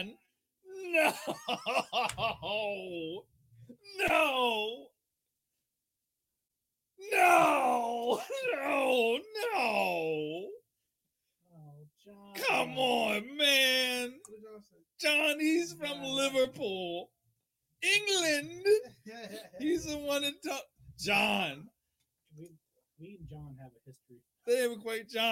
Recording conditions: poor sound quality